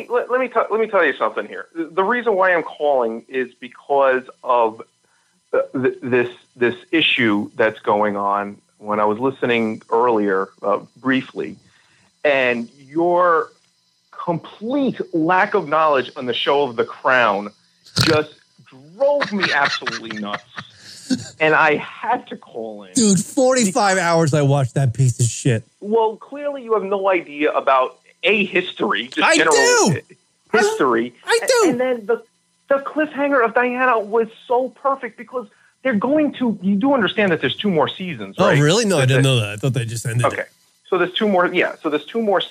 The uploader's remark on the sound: joins us on the phones